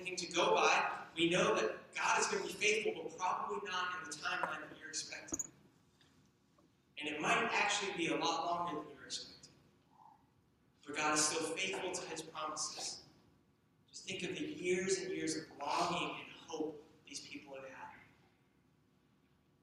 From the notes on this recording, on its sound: We apologize for the poor sound quality of this recording.